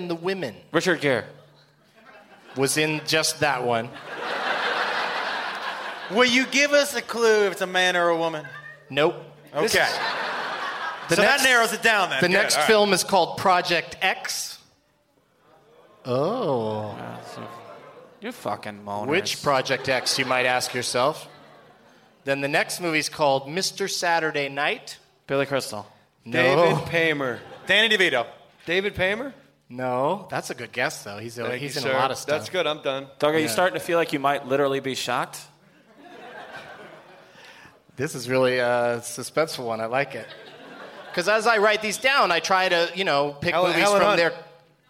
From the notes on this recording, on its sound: Live from the Tempe Improv